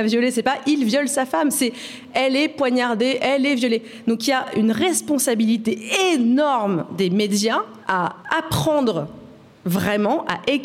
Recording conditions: live audience